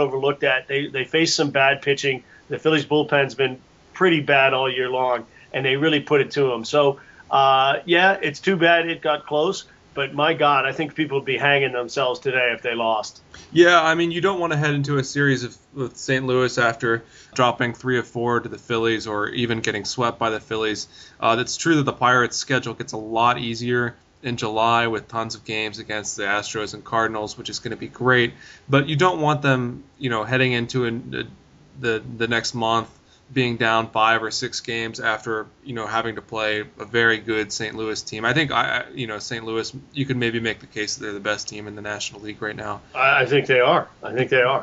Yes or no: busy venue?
no